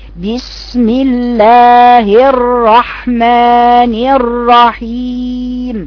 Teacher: لازم تجيبي لي الراء الاولى مفخمة والراء الثانية مفخمة